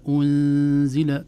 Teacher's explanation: لكن أنزل تكون الغنة رقيقة لأن الزاي رقيقة